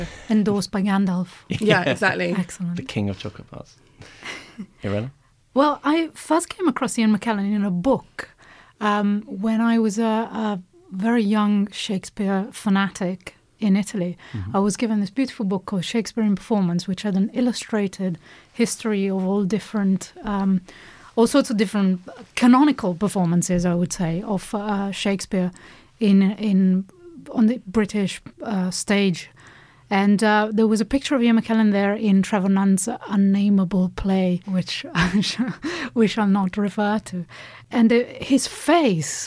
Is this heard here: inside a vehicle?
no